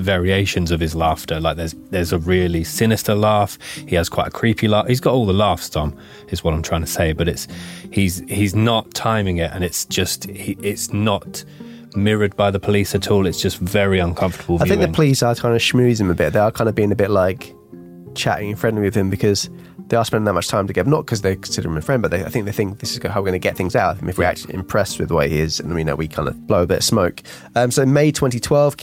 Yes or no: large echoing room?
no